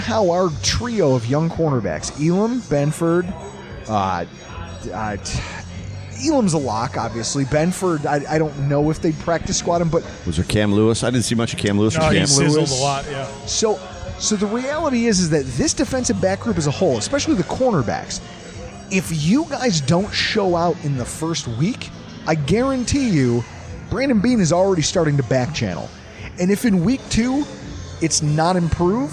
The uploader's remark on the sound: LIVE from Oneills Stadium Inn